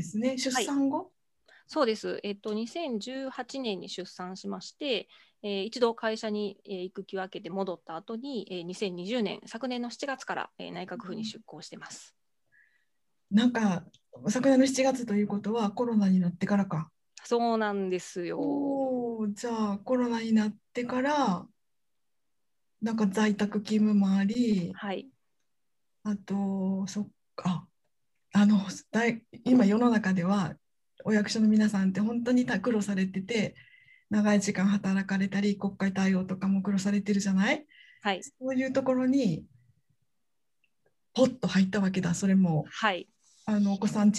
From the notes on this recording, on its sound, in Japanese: 収録場所： オンライン (Zoom)。